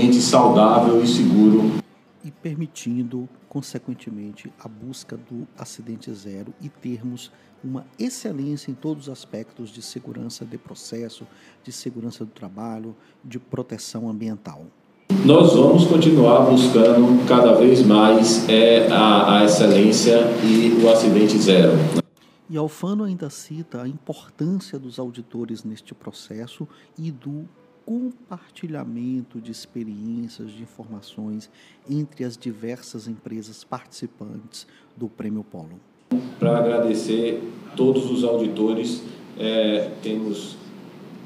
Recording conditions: busy venue